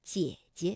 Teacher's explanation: 当连读的时候，第一个解呢，我们就把它读成21 · Term: 赏声